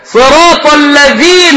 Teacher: وطلع طرف اللسان في الذال